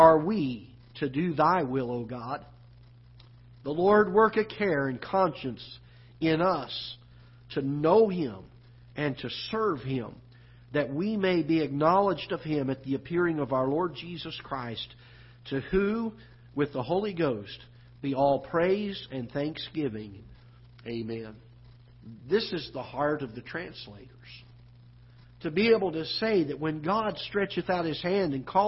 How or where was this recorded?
large echoing room